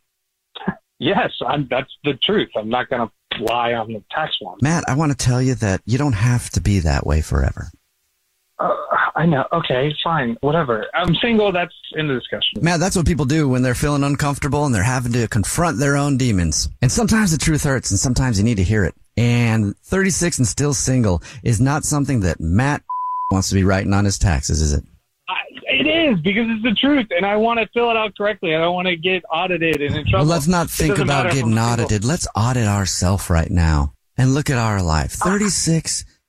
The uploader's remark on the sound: phone prank style